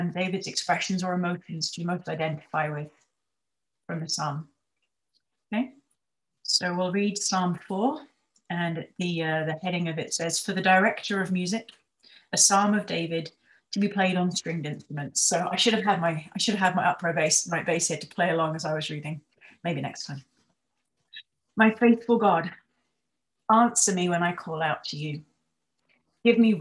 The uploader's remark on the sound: For our zoom gathering this week